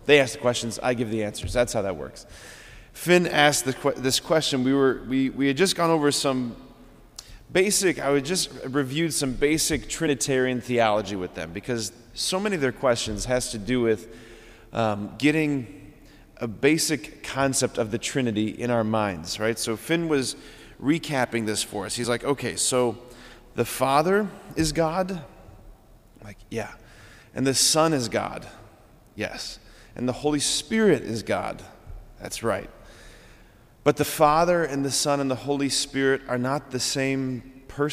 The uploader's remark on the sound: preached this homily on November 6, 2023 at Sacred Heart of Jesus Catholic Church in Wadsworth, OH.